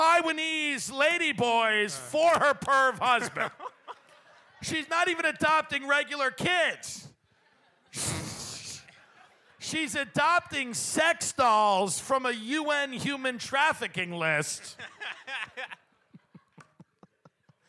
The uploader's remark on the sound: Live From Cleveland